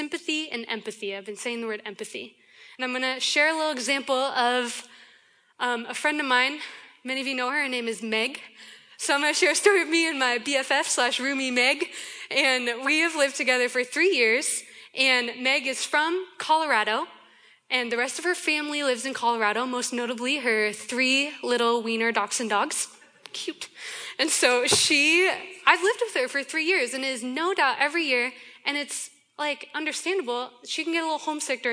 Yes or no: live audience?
yes